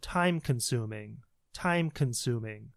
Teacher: when you get to consuming, so the stress is on syllable two